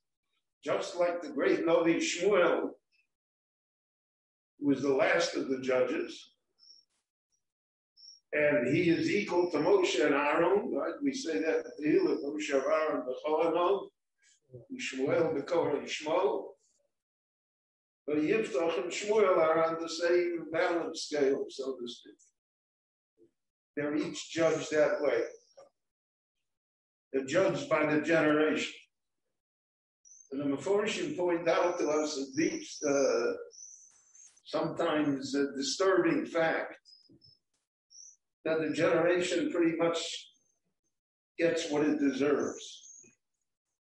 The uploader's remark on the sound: This short Dvar torah was recorded LIVE in Jerusalem at Beit Knesset HaNassi on May 10, 2021.